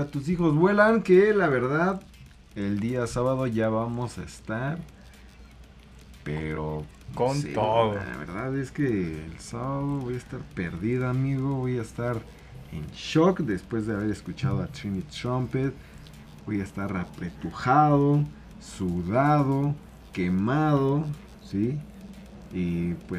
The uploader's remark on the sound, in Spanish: Festival EDC 2020. Mucho, pero mucho ruido.